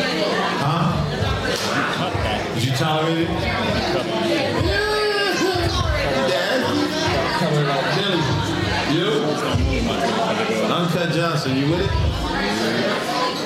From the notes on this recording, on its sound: MixxNutts crew films live on location at Rookies Sports Bar - Oceanside, Ca.